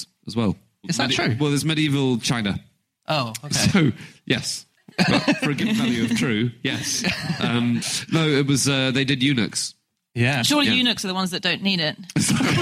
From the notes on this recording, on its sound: Live from the Birmingham mac theatre